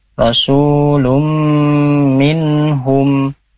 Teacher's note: rasulum ditahan ya, karena di sini ada idgham biguna